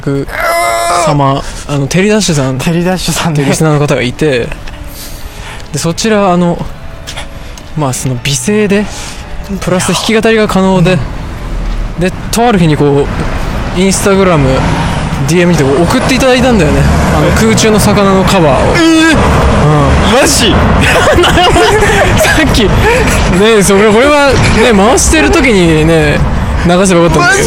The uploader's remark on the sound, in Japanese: 深夜に歩きながら収録